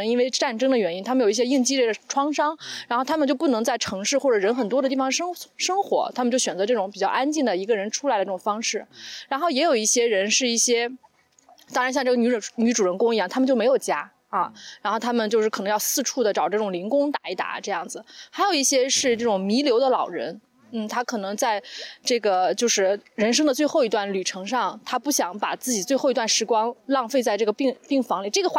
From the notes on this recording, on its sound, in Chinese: 刚好德国又开始解封了，四位主播聚在一起尝试第一次在户外录音，我们的娃们不是在睡觉就是在玩沙。